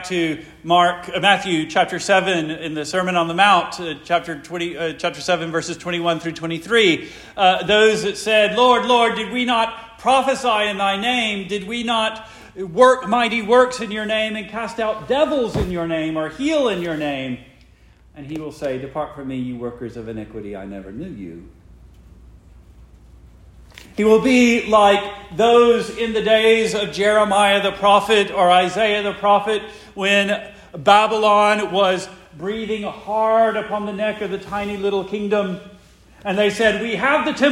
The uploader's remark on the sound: Preached the morning of September 3, 2023, for the Heidelberg Presbyterian Church in Heidelberg, Mississippi.